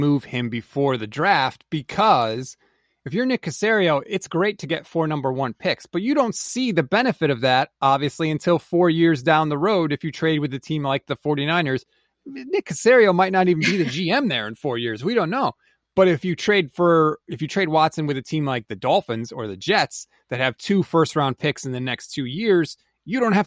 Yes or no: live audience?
no